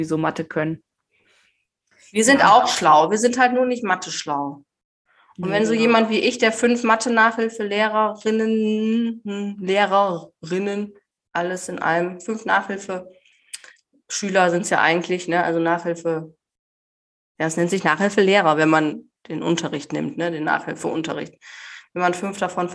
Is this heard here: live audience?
no